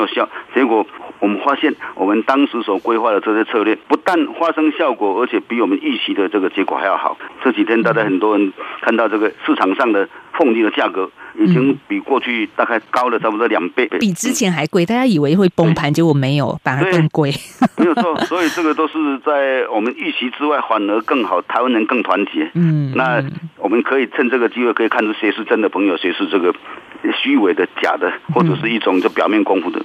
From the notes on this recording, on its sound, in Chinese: 上週五央廣聽友現場Call-in表達關切。